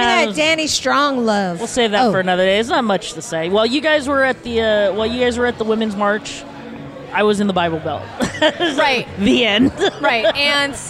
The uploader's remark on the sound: Recorded on location at the 2am Club , one of our favorite (and maybe only?) dive bars in Mill Valley.